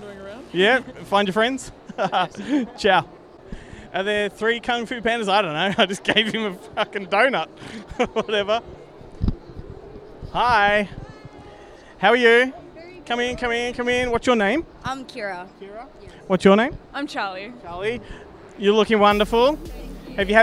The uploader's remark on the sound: Live from Oz Comic Con - Melbourne